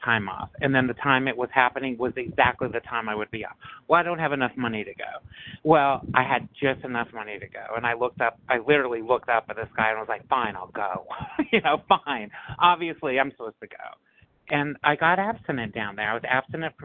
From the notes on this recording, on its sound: 100 Pounders Phone Meeting.